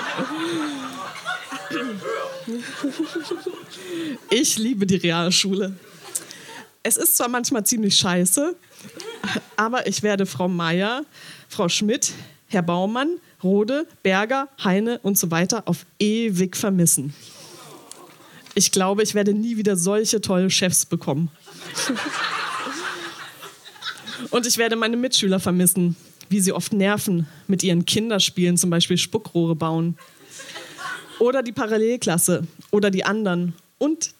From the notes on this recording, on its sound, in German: Auswahl der Beiträge von der „texte von gestern“-Liveshow am 27.04.2019 in der Yoko Bar, Hamburg. Heißen Dank an die Yoko Bar, unser tolles Publikum.